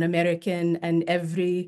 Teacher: A lot of the tapped R on American and every.